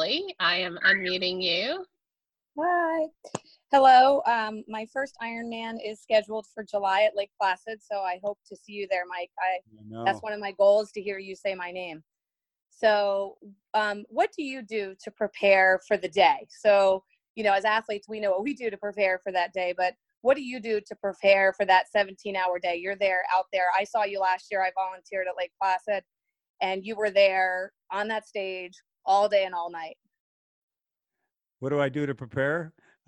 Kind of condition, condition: link, video call